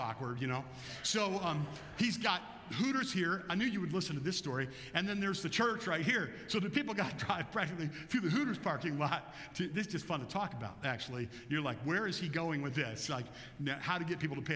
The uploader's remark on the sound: Bethel Church–Jackson, Michigan